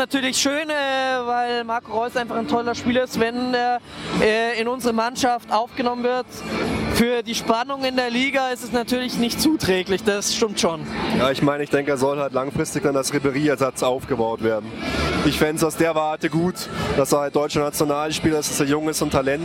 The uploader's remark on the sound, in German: Mini-Folge aus dem Stadion gegen Rom. Live aus dem Stadion aufgenommen!